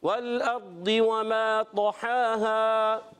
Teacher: کھڑا زبر علی مدہ ایک الف کھینچ کر ادا کرتے ہیں